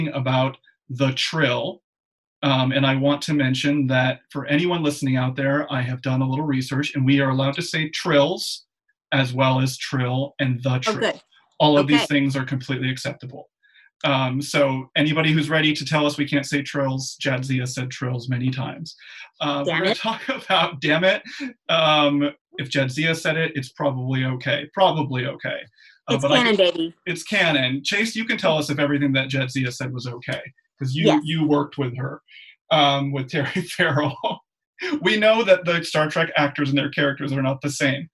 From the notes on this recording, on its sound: Please note this episode was recorded remotely via Zoom and as such the sound quality may not be up to the usual standards of the podcast taped in the studio.